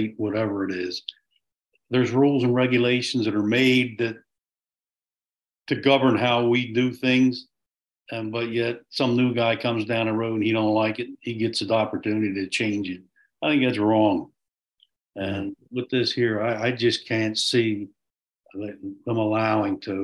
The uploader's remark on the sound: Participants at the 22 May 2023 Meet Mack Monday Zoom meeting.